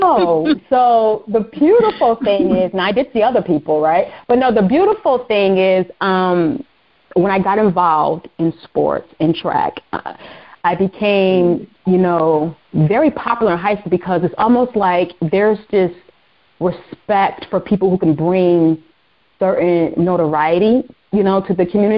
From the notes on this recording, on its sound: On the phone with special guest